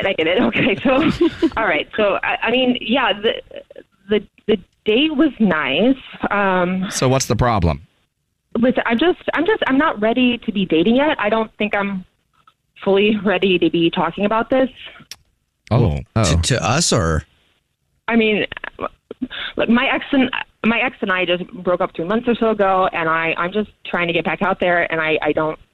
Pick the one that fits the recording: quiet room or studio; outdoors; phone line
phone line